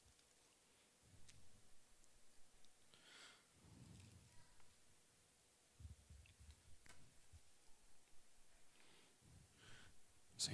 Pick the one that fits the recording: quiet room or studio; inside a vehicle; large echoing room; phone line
large echoing room